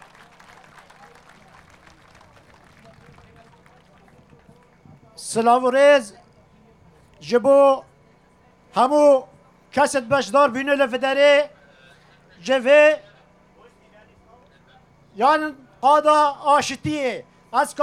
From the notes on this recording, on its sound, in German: Mit vielfältigem und lautstarkem Protest wollten von den Rheinwiesen durch die Innenstadt bis vor den Landtag Nordrhein-Westfalens ziehen. Radio Nordpol hat live von der Demo berichtet.